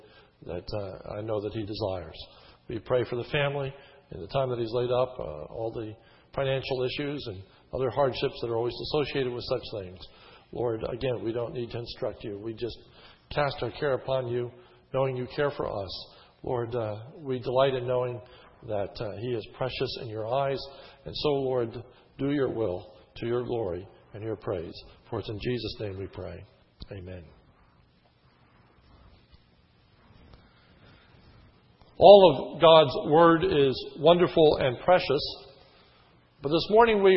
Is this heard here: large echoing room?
yes